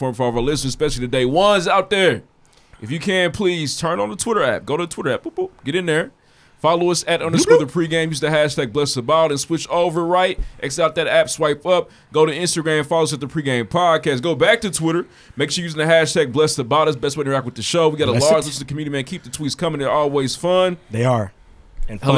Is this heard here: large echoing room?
no